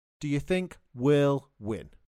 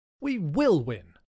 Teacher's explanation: We will win becomes will win. But sometimes we stress the full form, will, if we want to add more emphasis · Shown in: second take